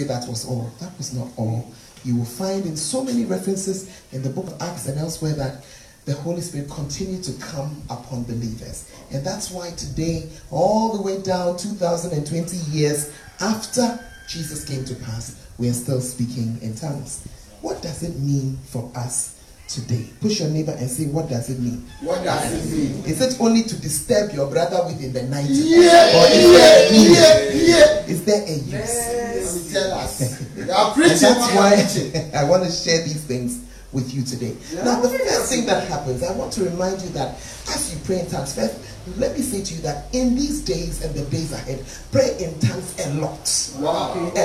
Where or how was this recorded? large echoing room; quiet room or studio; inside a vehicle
large echoing room